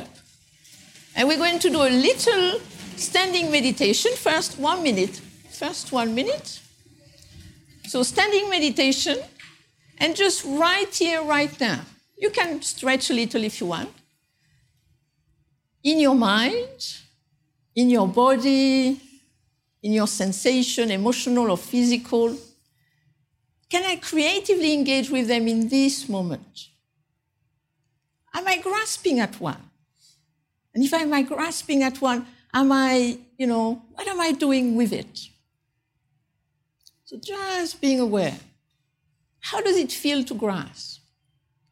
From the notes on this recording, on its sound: taken from the Buddhist Geeks Conference in 2012